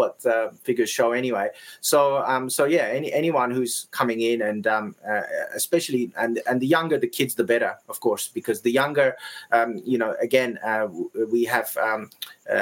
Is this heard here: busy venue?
no